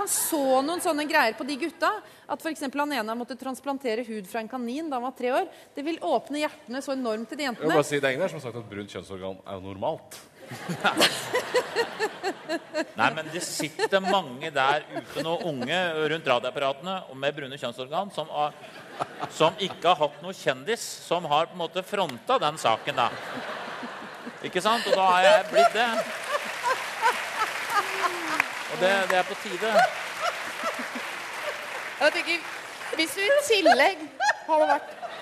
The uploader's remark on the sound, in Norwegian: Live fra Chateau Neuf. Problemer fra salen.